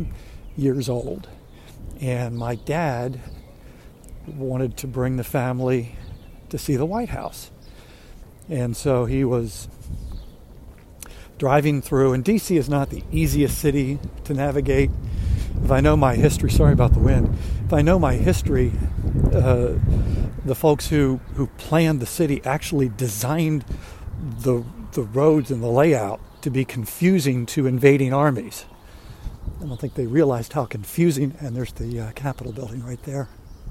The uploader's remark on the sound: A Walk In Washington DC